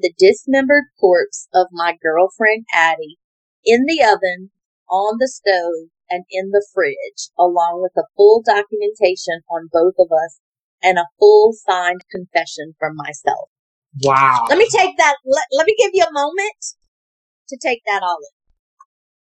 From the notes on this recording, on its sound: Excuse the audio, first timers here